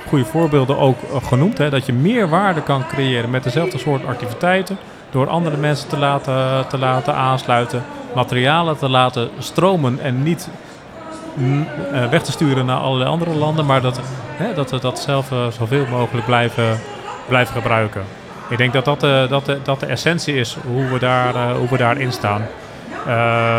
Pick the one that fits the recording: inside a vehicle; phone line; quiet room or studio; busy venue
busy venue